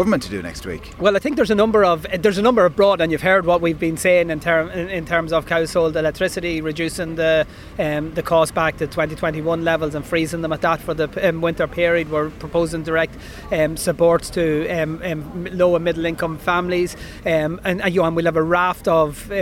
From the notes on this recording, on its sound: live at the National Ploughing Championships